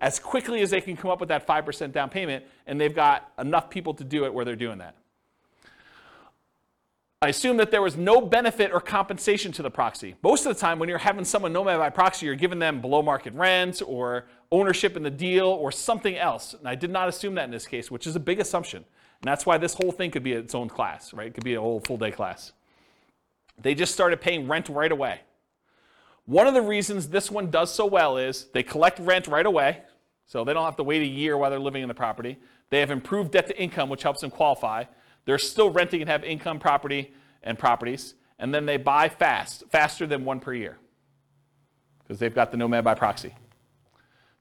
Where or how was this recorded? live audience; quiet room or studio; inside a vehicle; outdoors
live audience